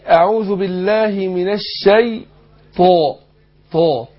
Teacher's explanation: انا فخمت الطاء والالف